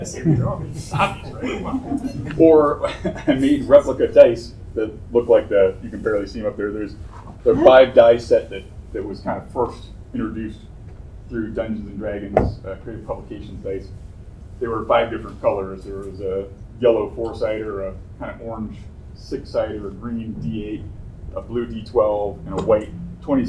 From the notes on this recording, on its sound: Recorded live at Tucson Comic-Con.